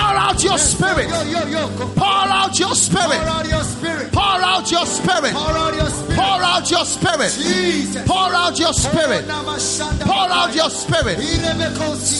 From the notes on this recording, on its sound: Preached at the Good Friday Service at the Independence Square, Accra.